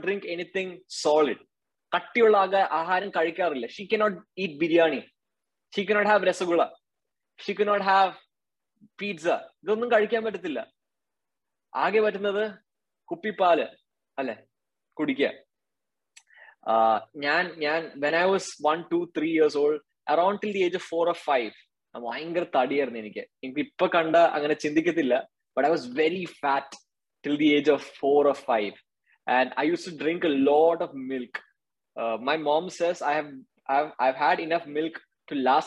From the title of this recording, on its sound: Zoom Meeting